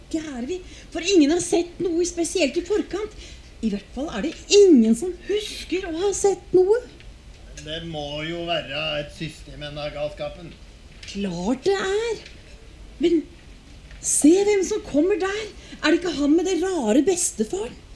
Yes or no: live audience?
yes